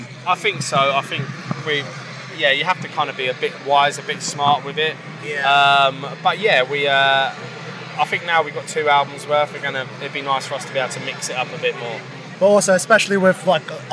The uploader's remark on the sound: From our 'Live from Bloodstock 2023' series.